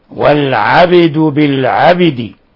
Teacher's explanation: باء في الموضعين قلقلت لأنها ساكنة، والدال حينما وقفنا عليها من لفظ العبد أيضا قلقلت لأنها من حروف قطب جد.